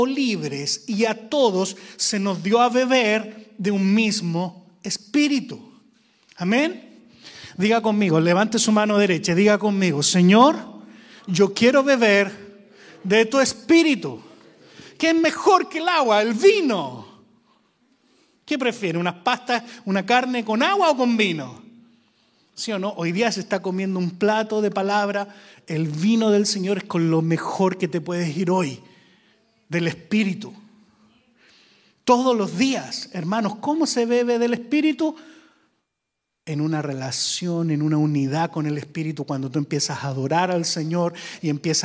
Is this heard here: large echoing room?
yes